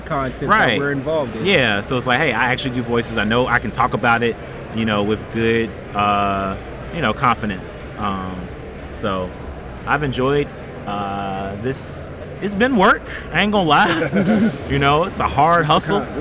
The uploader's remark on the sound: LIVE at Las Vegas Comic Con. Listen as we debrief the event while we were still at the convention.